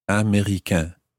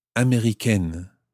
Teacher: the E on the end of américain takes away the nasal sound of américain and it becomes américaine